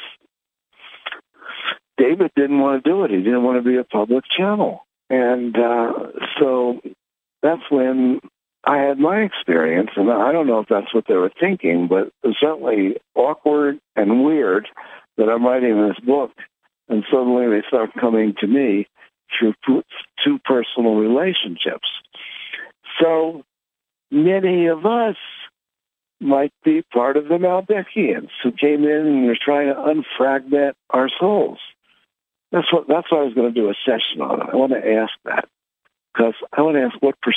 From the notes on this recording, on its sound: Conference Call LIVE